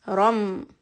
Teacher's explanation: for the meme, when it gets a sukoon, flatten the lips. Ram. Because we want to make the meme sound soft.